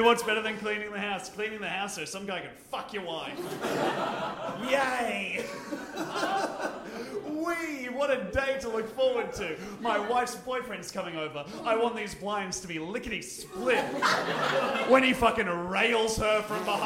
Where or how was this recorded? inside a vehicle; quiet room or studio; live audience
live audience